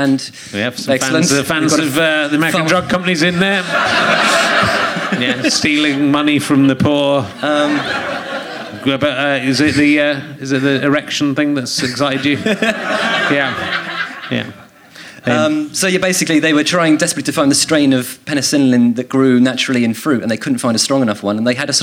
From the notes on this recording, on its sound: Leicester Square Theatre Podcast.